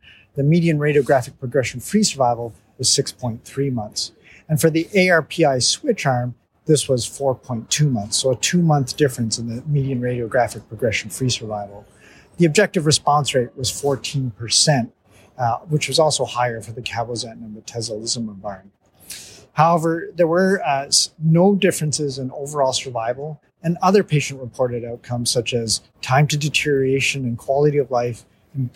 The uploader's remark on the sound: podcast interview live from ASCO GU24 in San Francisco